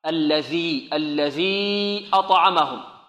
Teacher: الذي كذلك هنا عندنا ذال معجمة، من أين تخرج الذال؟ طرف اللسان مع أطراف الثنايا العليا، الثنيتين العليين